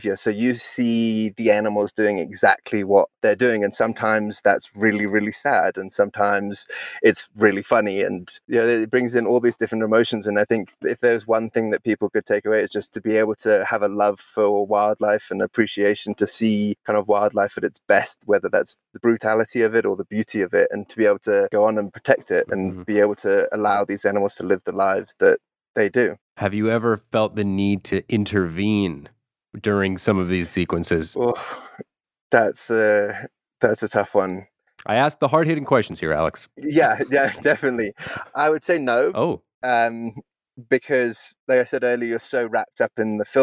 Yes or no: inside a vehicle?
yes